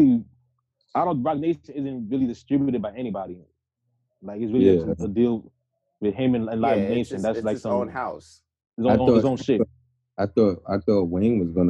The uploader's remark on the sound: once again through Zoom